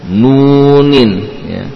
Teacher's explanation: Jadi gunnah hanya pada nun yang berdhammah, adapun wawu tidak.